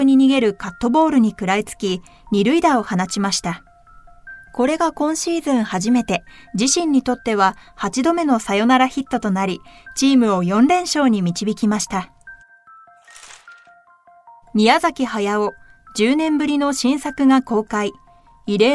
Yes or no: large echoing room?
no